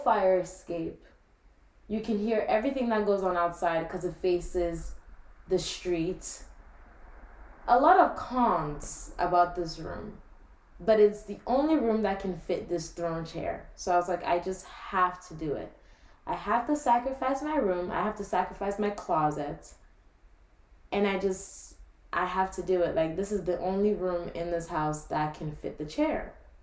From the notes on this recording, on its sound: so sorry for the audio on this - i made a big mistake in recording this (aka i recorded from like laptop mic instead of my actual mic)